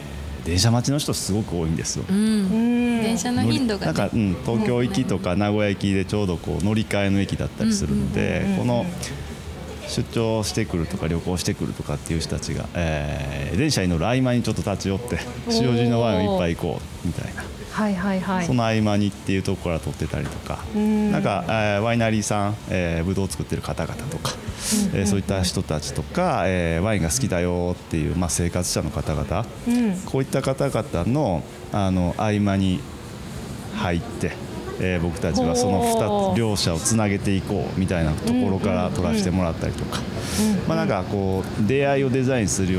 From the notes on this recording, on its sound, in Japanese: 塩尻ワイン専門カフェ＆バー「アイマニSHIOJIRI」さんにインタビュー！営業中のお店の窓際席をお借りしての収録。昼間からワインを楽しむお客さんで賑わうお店の雰囲気と共に。